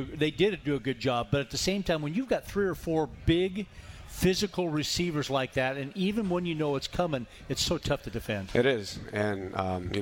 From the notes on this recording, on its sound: live at The Cooler